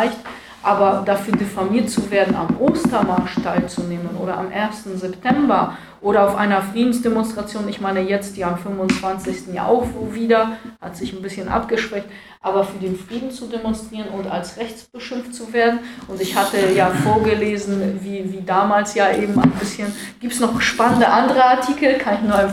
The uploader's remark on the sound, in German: Im Anschluss an ihrem Vortrag beantwortete sie Fragen aus dem Publikum zum Thema.